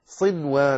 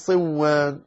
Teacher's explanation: طيب، هناك تنبيه نبه إليه الناظم رحمه الله إلى أن الإدغام لا يكون في كلمة واحدة، الكلمة الواحدة عليك أن تظهر فيها النون وإن جاء بعدها حرف من حروف الإدغام · Shown in: first take · Term: الإظهار